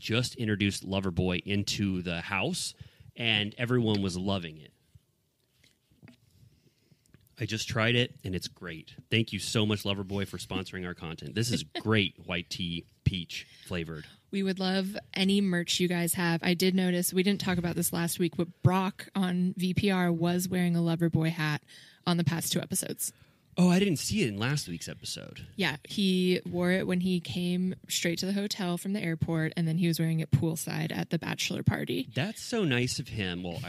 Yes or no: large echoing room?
no